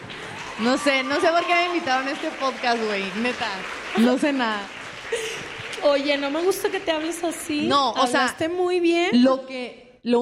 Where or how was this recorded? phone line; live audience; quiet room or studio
live audience